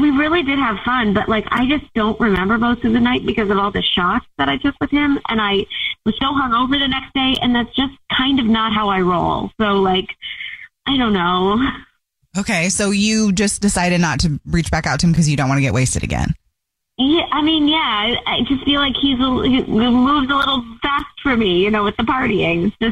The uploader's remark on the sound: We get that other person on the phone